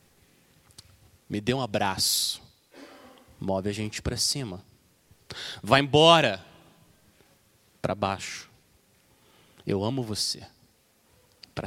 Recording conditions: large echoing room